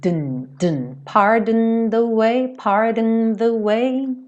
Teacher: Essa palavra pardon, ela é bem interessante, que esse O, ele tem a tendência de sumir. Então, você não escuta pardon, você escuta pardon, dun, dun.